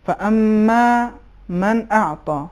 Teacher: اور ایک نقطہ آیت نمبر 5 میں تھا فاما من اعطى، فاما میں میم کے بعد جو الف ہے، عرض کیا کہ یہ الف الف مدی ہے، یعنی زبر کو ہم جتنا کھینچتے ہیں اس کا ڈبل کھینچنا ہے